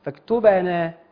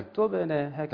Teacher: كلمة فاكتبنا احيانا يعني الناس بعض الناس يزيدوا في القلقله شويه فبتنقلب لفتح · Shown in: first take